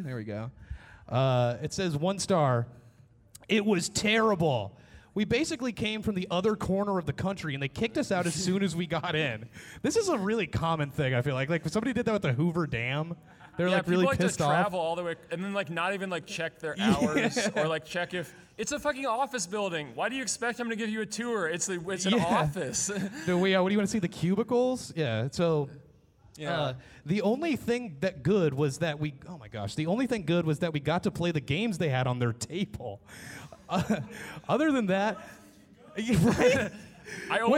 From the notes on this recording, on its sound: This is the audio from our live podcast/panel at Anime Nebraskon 2019.